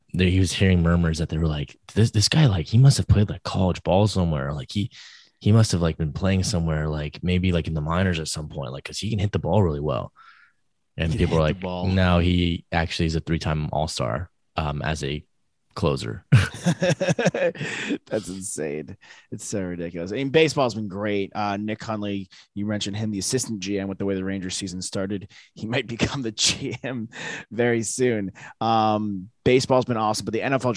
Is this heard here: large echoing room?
no